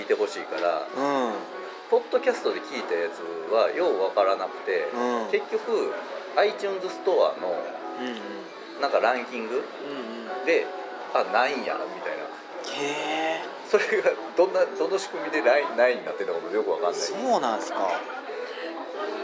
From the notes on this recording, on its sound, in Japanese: ビジネスサロンでの収録なので周りガヤガヤしています。